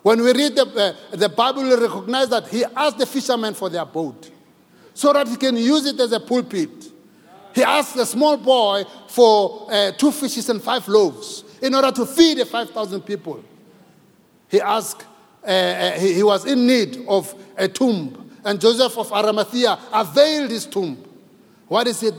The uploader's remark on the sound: Preached at Grace Bible Church Pimville on the 10th of April 2022 at the 9am Service.